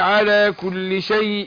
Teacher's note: عملنا إخفاء للتنوين. إخفاء بس نديله الغنة، نديها حركتين.